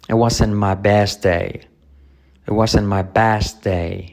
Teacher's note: La T de it No se pronuncia la T de wasn't tampoco.